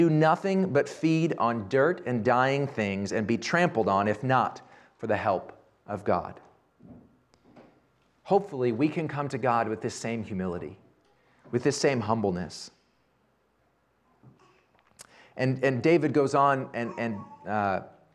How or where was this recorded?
large echoing room